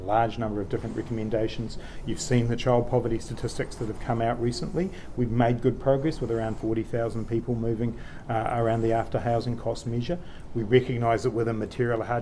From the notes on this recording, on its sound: Was part of the ‘stand-up’ news conference held shortly after. I’ve included our questions and answers in the audio above.